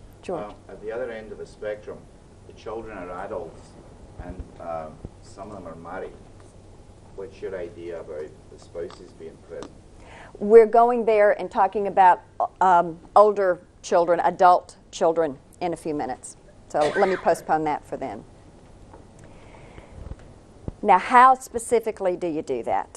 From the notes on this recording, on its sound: taped as a live conference presentation